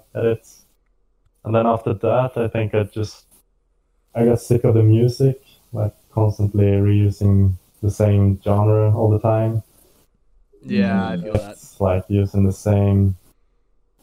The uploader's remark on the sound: Audio quality lower due to us having tech difficulties